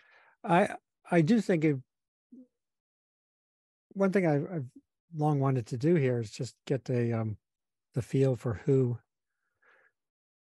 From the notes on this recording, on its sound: This is the audio of a webinar I just held for Columbia Climate School colleagues.